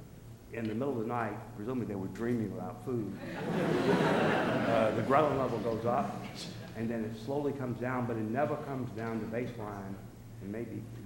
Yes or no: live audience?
yes